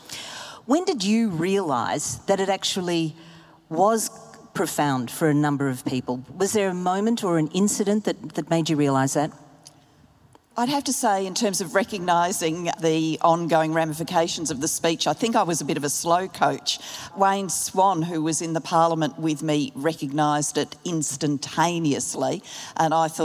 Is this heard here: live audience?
yes